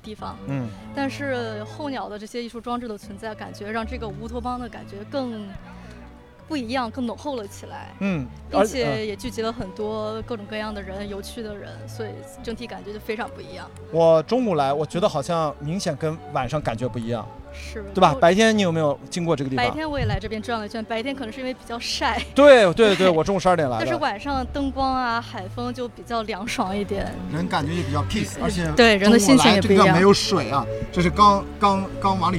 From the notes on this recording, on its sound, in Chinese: 我在阿那亚的【候鸟300】的沙城的夜里，散步。打开H6录音机，随机漫步，随机录音与对话。我遇到了两个音乐人，一个打击，一个长号。